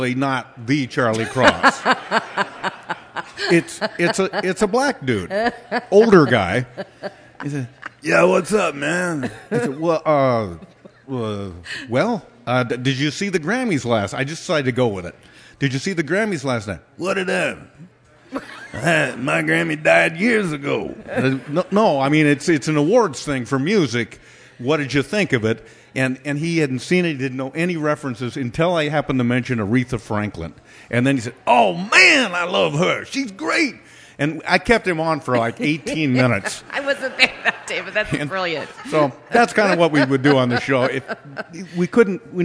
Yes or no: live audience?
yes